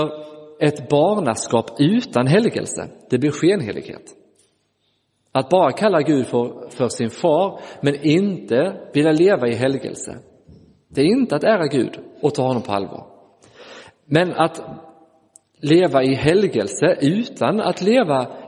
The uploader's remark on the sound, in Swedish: Inspelad i Roseniuskyrkan den 31 december 2023.